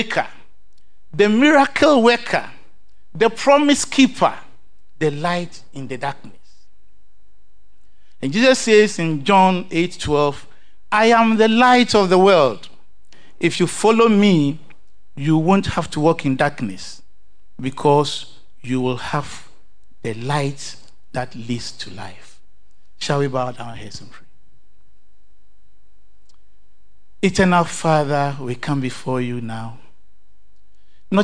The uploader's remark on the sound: Sermon preached at CBC Shiashie Campus